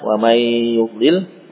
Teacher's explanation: Sebagian masih di mulut suaranya dan sebagian masuk ke hidung. Tapi yang dimaksudkan pada maratibul gunnah adalah lamanya, ya. · Term: idgham bi gunnah